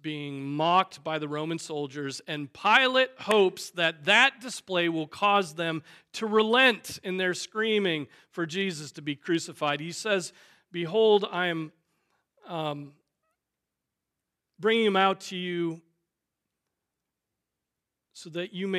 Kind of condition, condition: setting, large echoing room